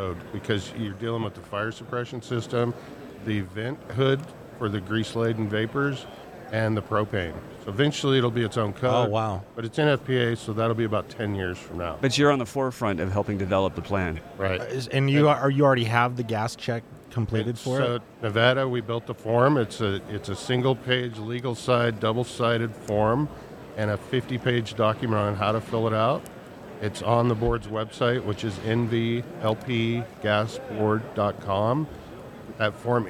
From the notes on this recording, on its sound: Recorded during the Western Propane Trade show and Convention